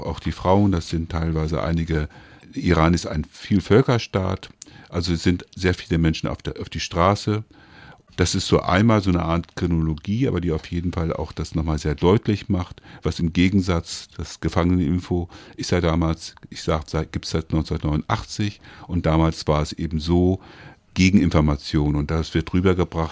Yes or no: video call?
no